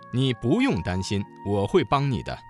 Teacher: 词当中的不字在四声之前变成了二声